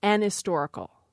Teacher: for speakers with a lightly pronounced H, they will say an historical. · Term: H light